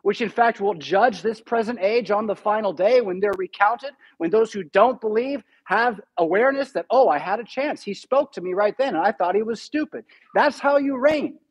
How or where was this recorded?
large echoing room